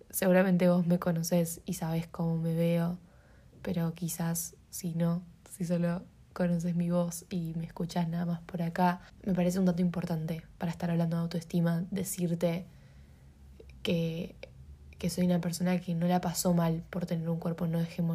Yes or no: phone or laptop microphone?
yes